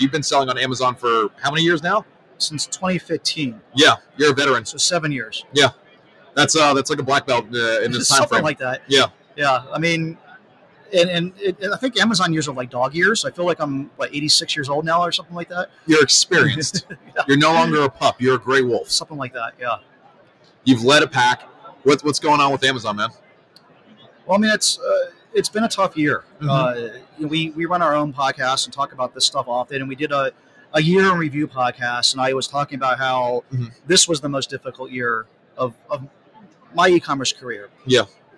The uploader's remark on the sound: Live at Prosper 2022.